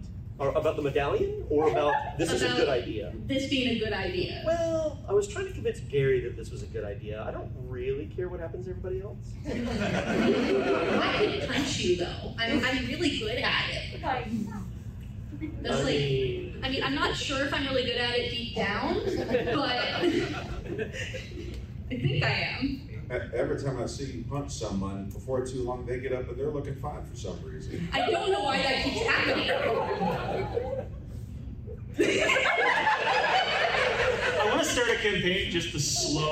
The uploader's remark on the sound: Dragoncon 2023 Live Show.